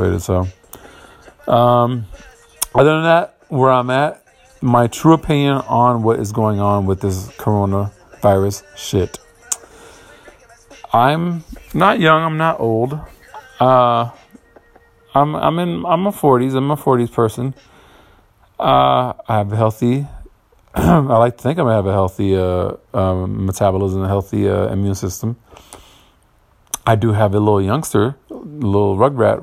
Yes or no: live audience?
no